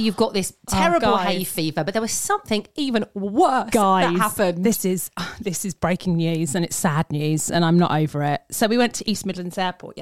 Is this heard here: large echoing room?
no